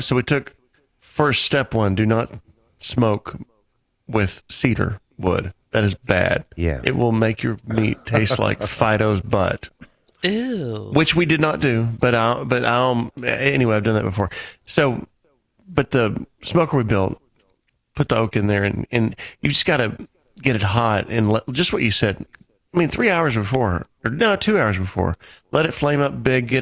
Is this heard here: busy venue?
no